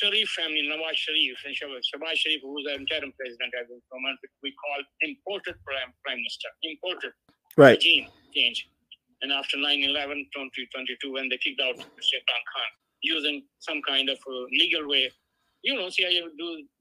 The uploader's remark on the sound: Joined Call in interviews.